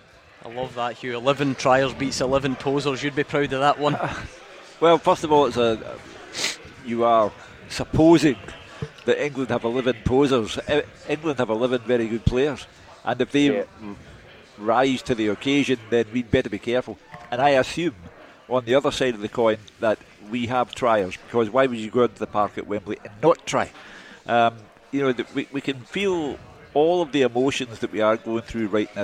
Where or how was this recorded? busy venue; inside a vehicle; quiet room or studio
busy venue